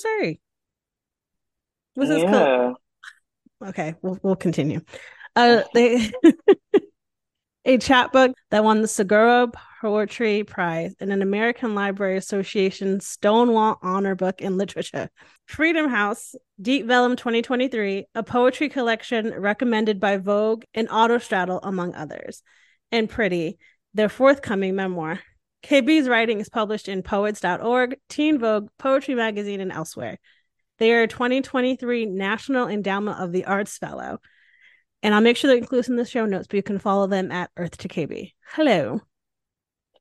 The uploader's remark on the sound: This podcast was recorded via Zoom.